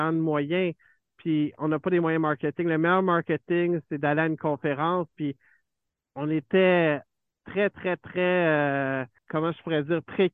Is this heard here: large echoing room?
no